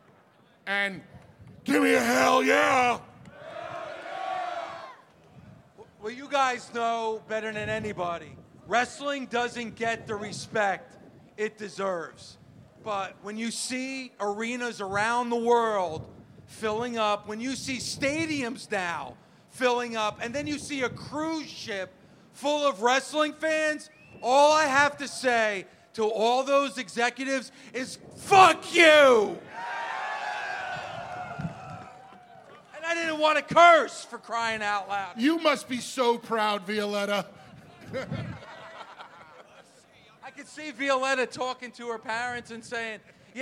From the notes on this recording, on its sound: LIVE on the Jericho Cruise. Live on the high seas of the Jericho Cruise. Facing 40 mph winds in front of a crowd of over a thousand people. Aboard what was supposed to be a 3-Hour tour.